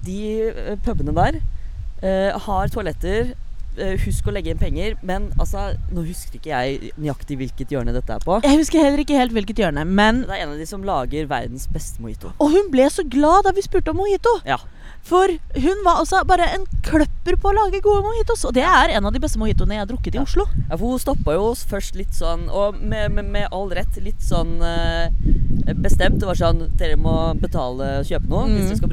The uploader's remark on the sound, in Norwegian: har tatt med seg lydutstyret ut i Oslosommeren